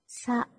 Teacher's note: 注意是平舌音，不要读成翘舌了